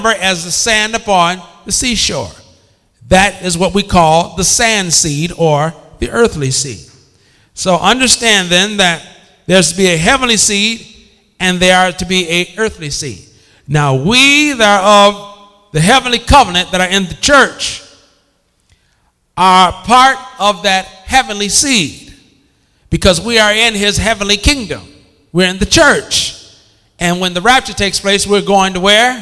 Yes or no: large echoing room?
yes